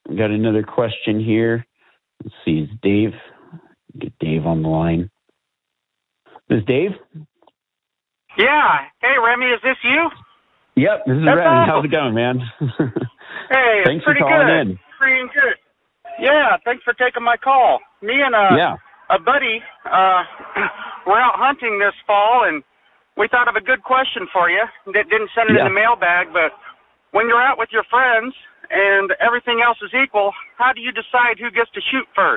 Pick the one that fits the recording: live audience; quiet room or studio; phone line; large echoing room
phone line